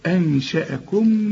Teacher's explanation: والشين من حروف الاخفاء في غنة، وهنا الغنة مرققة